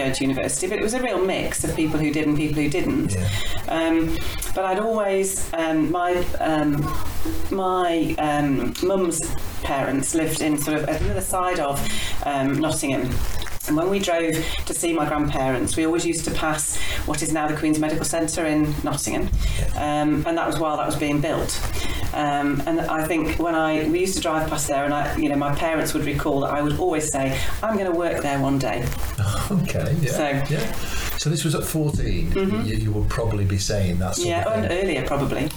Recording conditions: poor sound quality